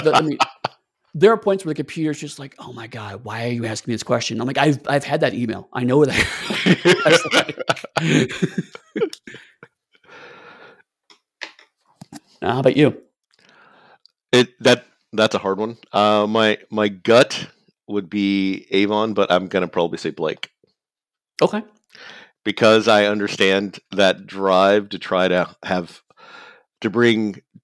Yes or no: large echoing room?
no